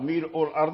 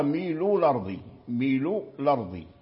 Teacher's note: احذف الهمزة وانقل حركتها إلى اللام · Term: النقل